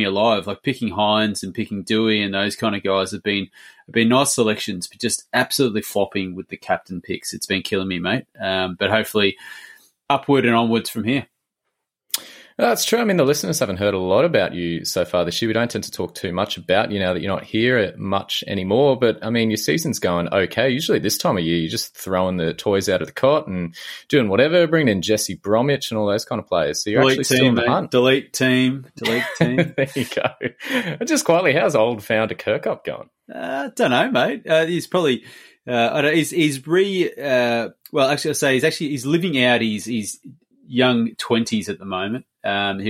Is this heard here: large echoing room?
no